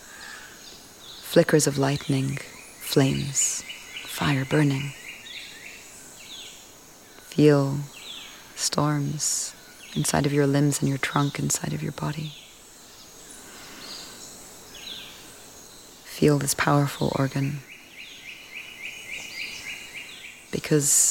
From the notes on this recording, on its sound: Recorded in the Osa Peninsula in Costa Rica -- thank you to all the birds and creatures who feature in this episode.